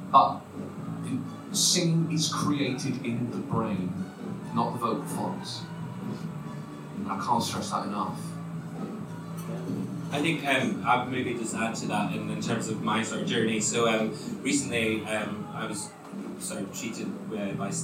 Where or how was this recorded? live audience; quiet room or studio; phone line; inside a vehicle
live audience